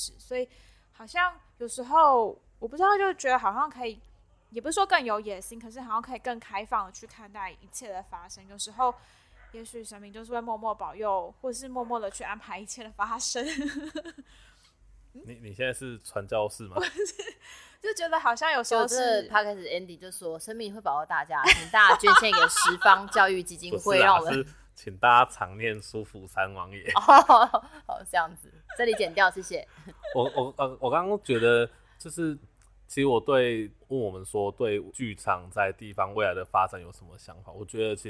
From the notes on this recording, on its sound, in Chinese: 這集錄製的環境比較多雜音，請大家多多包涵～。